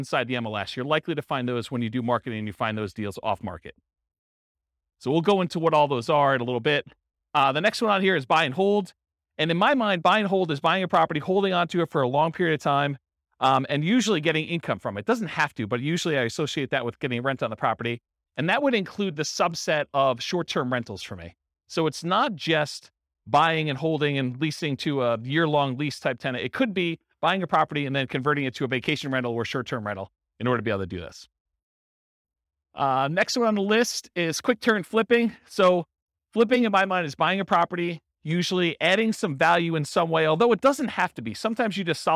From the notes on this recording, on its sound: In Grand Prairie, Texas. This was a live class recorded.